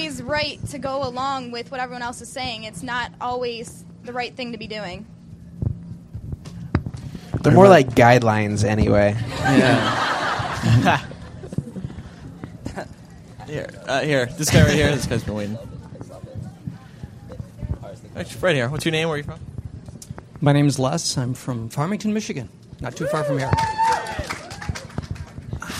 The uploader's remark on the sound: MuggleCast is LIVE from Novi, Michigan this week.